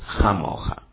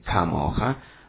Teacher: La kaf può essere pronunciata h nel caso in cui non abbia il dagesh all'interno o k nel caso in cui vi sia il dagesh. Una parola giusta per semplificarla può essere hamoha, che vuol dire come te e che si trova spesso nelle tefillot.